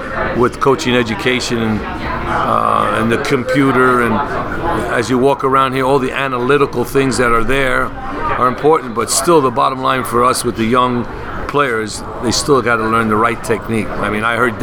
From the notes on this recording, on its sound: was recorded live last week at the United Soccer Coaches Convention in Kansas City